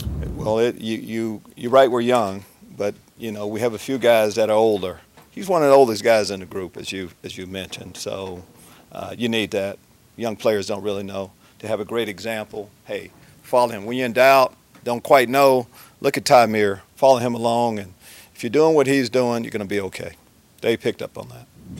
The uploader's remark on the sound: media day press conference